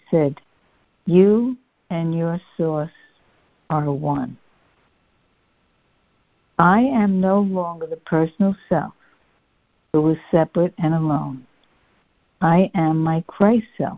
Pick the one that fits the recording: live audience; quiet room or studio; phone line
phone line